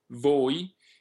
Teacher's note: The O and the I are pronounced distinctly, and the O is rather long and accented. And to me, the interesting thing with that is that these vowels are so far apart from each other to an English-speaking ear.